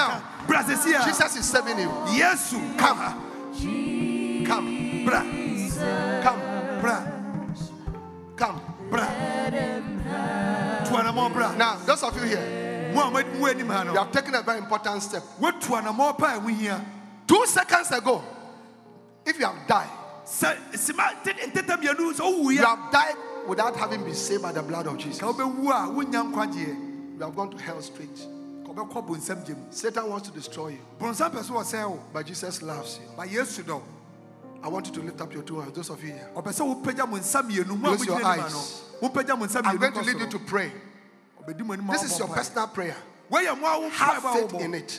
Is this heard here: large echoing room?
yes